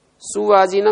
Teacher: ये जो सु था ना मूर्धन्य सु हो रहा है, ऊ के कारण हो रहा है